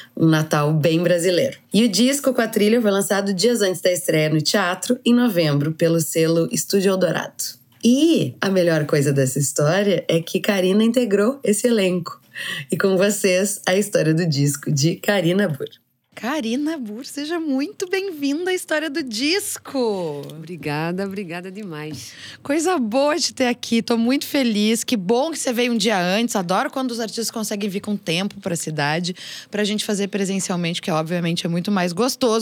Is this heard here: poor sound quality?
no